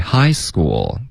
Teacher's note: 不要在 school 加重音